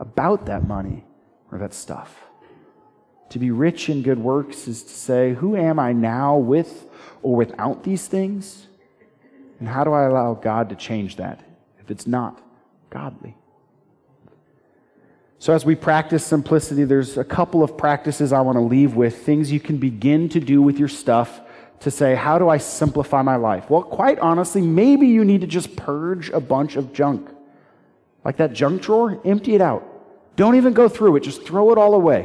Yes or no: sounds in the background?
no